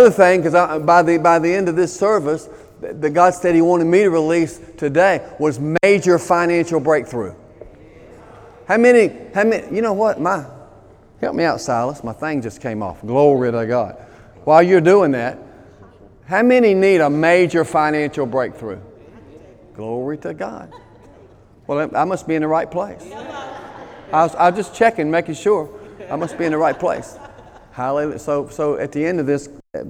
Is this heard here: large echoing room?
yes